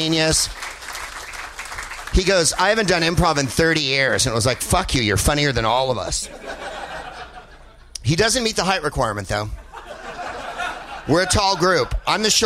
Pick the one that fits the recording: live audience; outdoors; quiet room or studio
live audience